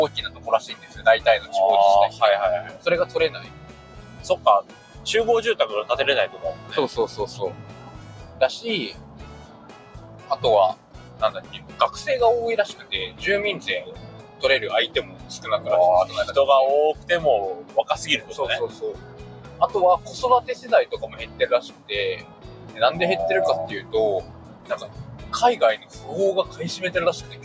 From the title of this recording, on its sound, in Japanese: 音質最悪！ドライブラジオ